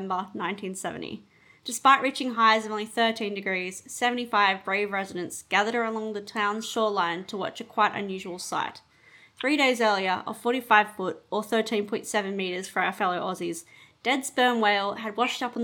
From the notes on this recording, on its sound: Sorry for the not so optimal sound quality.